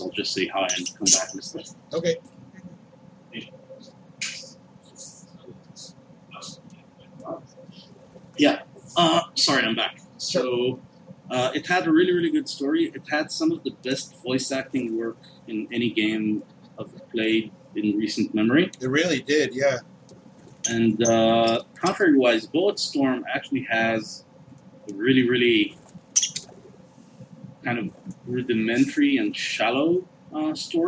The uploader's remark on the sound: Apologies if the sound quality isn’t up to snuff